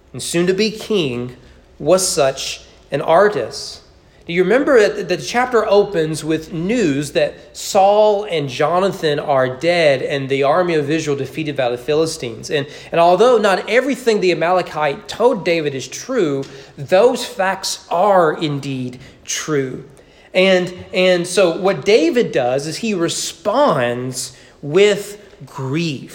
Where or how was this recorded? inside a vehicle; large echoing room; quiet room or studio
large echoing room